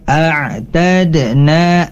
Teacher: Nah, di sini harus jelas al-jauf atau ainnya, yang dimana ini a-nya itu adalah suaranya mengalir. Nah, jangan tertahan meskipun dia waqaf.